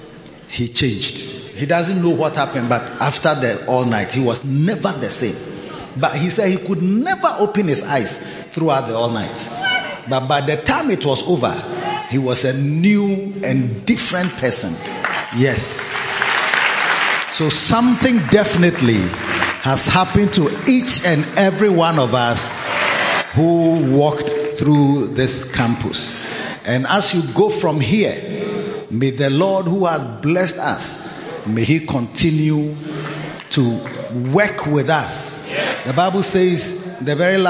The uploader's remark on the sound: Preached at the AMOMOS Camp 2023 - The Anagkazo Campus